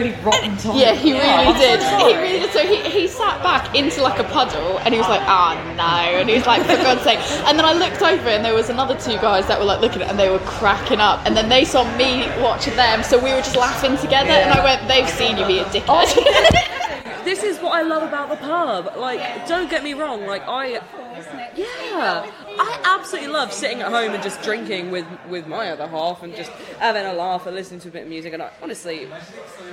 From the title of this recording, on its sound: Coversations from the Taproom